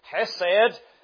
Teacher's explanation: In the Hebrew, it's a hard H, so it's sometimes spelt, you may see it in some commentaries, C-H or K-H-E-S-E-D, and I suppose in the Hebrew it may be hesed. There's a guttural H there, it's a hard H there, so it's hesed.